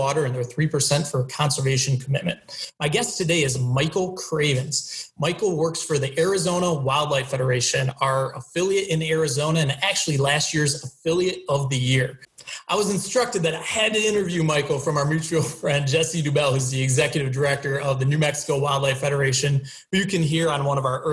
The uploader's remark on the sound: We apologize for the tinny sound of this recording